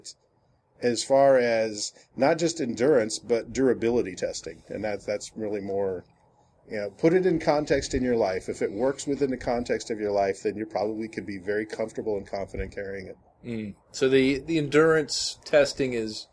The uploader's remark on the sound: This review was recorded out in the field, so you'll be able to hear gun sounds (ahhhh, the sound of freedom!), wind blowing, and all the fun stuff that make for less-than-ideal recording conditions.